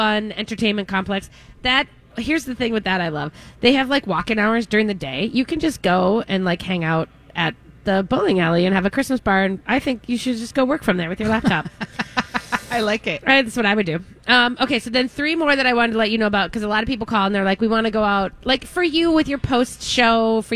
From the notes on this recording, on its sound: live from Surdyk’s!